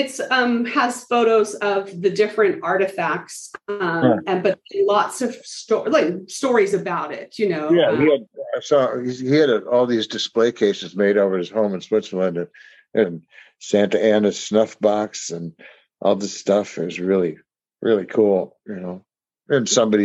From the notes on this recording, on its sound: because I use Zoom to record